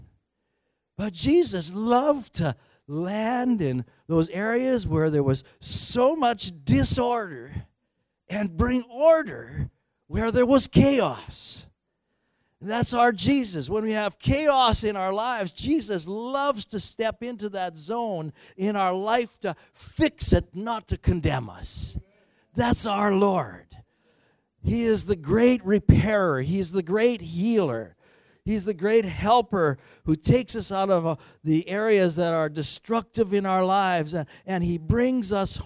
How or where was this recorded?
large echoing room